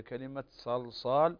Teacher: عندنا الصاد مفخمة واللام مرققة